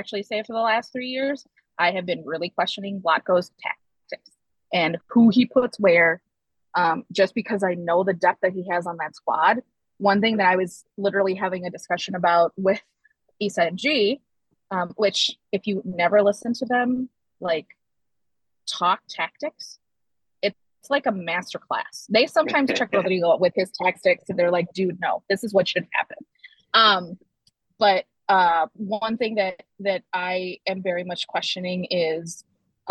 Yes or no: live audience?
no